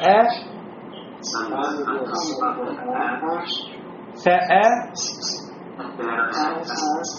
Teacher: Когда произносите хамзу, не забывайте напрягать горло. Хамза выходит у нас мин ахсаль хальк, из дальней части горла.